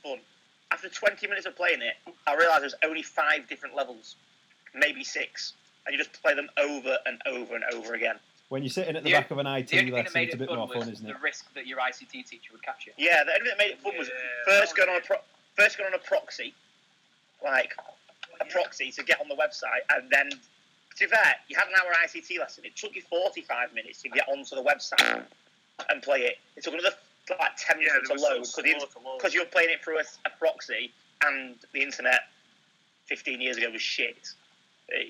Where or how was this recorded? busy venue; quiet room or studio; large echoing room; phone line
phone line